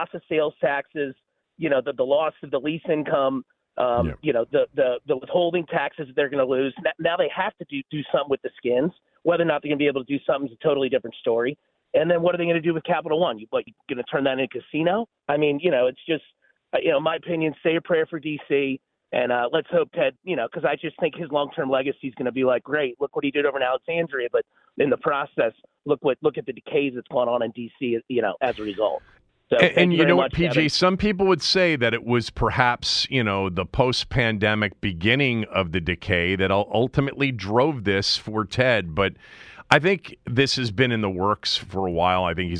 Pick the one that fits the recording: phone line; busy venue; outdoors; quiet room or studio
phone line